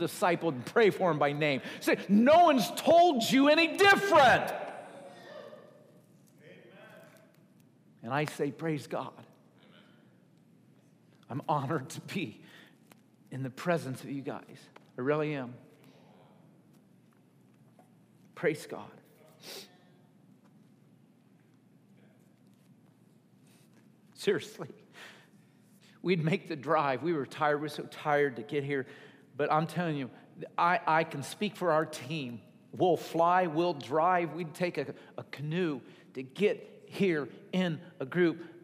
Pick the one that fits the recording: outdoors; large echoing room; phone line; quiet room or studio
large echoing room